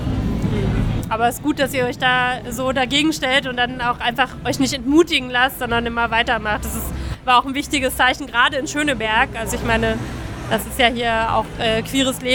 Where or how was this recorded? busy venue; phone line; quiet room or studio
busy venue